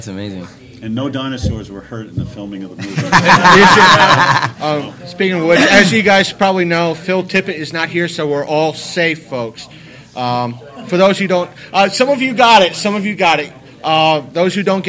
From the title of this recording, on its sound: A 2016 Power Rangers Four State Comic Con Panel